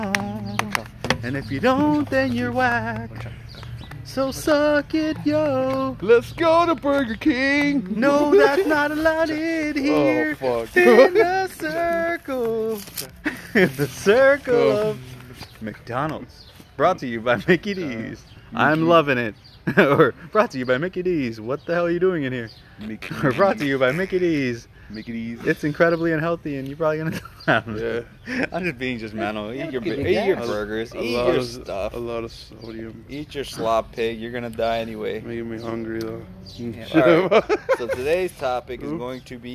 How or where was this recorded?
outdoors